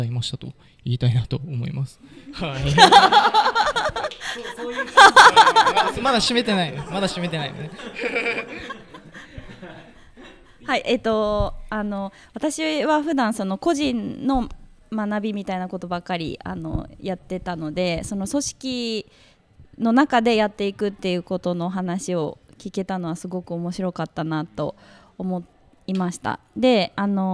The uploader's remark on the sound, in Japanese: 博多南駅前ビルの3階にあるシェアオフィス「博多南しごと荘」主催で開催されている、当事者同士の内輪話を覗き込むトークイベント「しごとのよりあい」。3回目は、ほぼ無観客で行われた中での質問コーナーです。博多南駅前ビルで収録したものです。